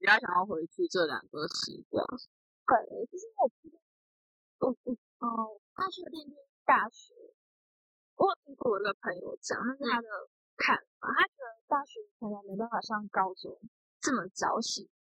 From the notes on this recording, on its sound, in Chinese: 因為在室外錄音，聲音有點爆，建議開小聲一點